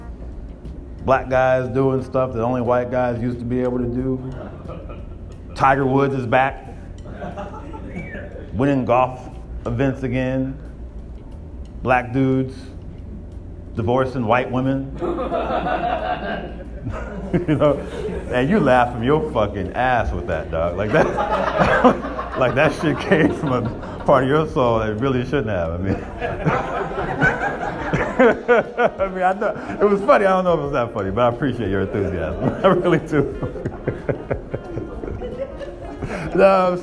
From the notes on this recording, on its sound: 2018 Attack of the Comics Friday night showcase at DC Drafthouse